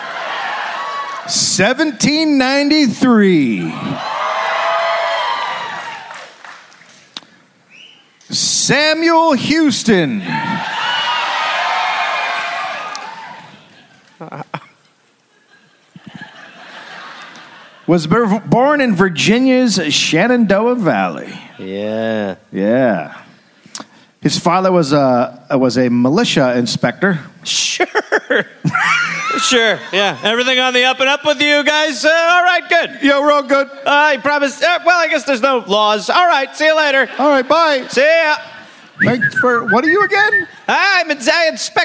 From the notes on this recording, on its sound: Recorded live in Dallas.